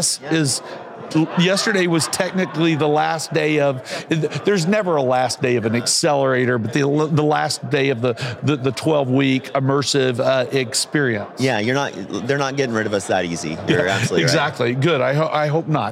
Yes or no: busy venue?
yes